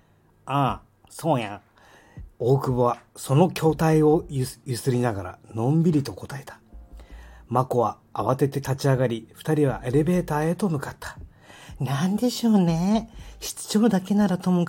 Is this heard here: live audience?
no